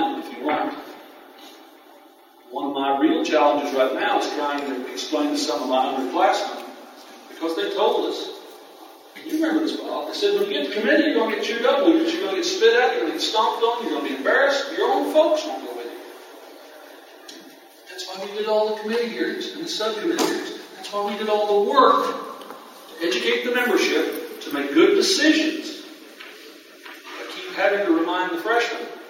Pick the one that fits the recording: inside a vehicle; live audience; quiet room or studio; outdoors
live audience